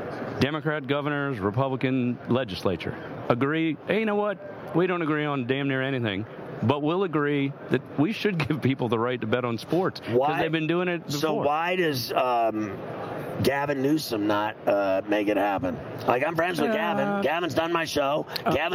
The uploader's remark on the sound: live from Radio Row in Las Vegas